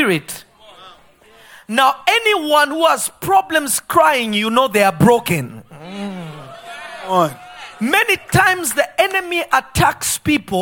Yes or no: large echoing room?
yes